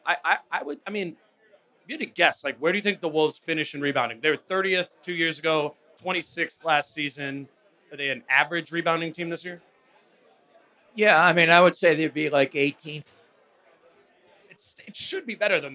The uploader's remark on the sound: WolvesFest 2023. At Falling Knife Brewing Company for a live podcast where they answer in-person listener questions.